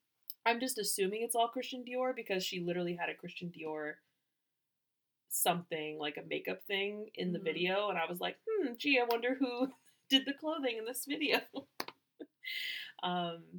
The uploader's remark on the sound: Our audio was recorded weird so our audio quality is not the best.